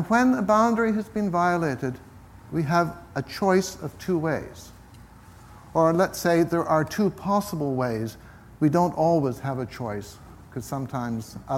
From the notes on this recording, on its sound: This week’s episode is taken from the recent Buddhist Geeks Conference